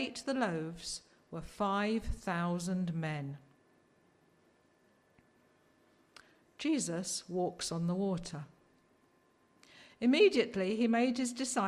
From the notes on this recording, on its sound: Preached at LCC Sunday Service